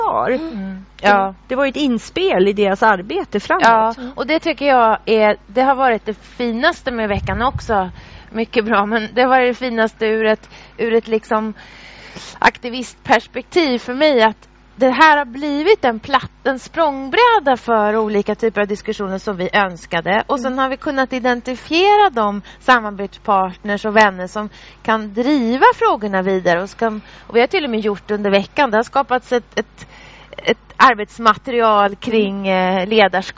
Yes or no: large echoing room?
no